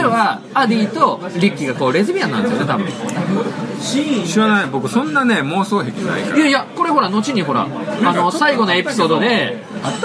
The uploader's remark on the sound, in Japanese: 音声が居酒屋収録なので良くないですが